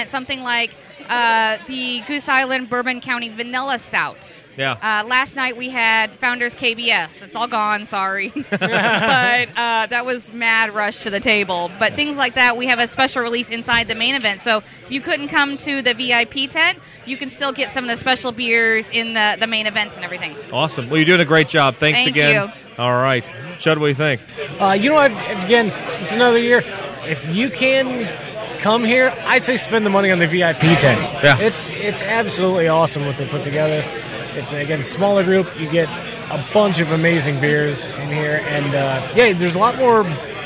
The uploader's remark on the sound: Clips from the festival VIP tent. Audio fail!